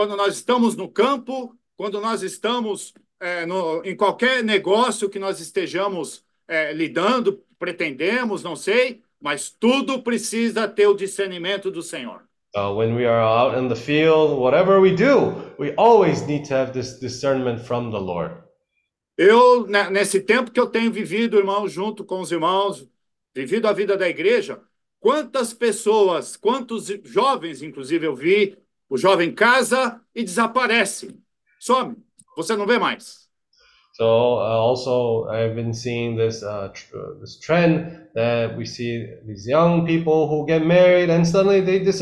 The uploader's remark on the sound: zoom meeting